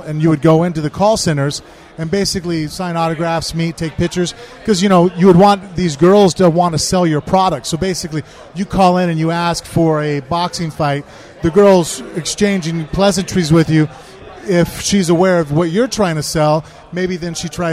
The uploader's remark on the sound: on location at EBI 8 in Los Angeles